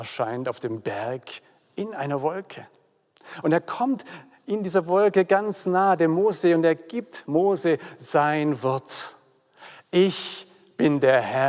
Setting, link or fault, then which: setting, large echoing room